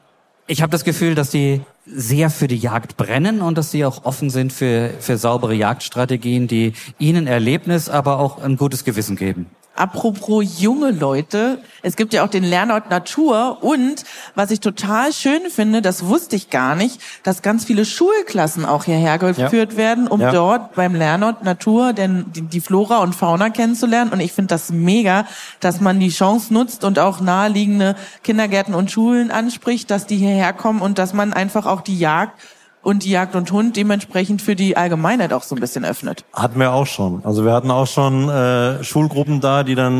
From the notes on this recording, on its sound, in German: live auf der JAGD & HUND